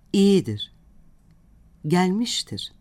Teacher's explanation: Bildirme eki dırdır vurgusuzdur.